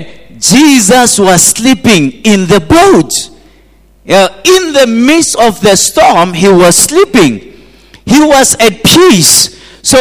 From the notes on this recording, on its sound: at GTCFC City Campus in the morning service.